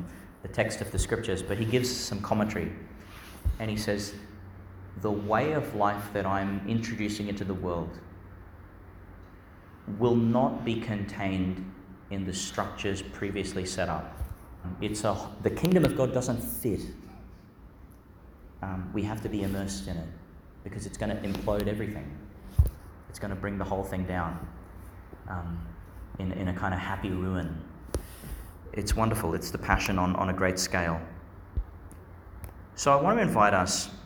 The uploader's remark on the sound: Homily for Easter Friday in the Octave, delivered in Our Lady Star of the Sea Church, Gladstone, Qld.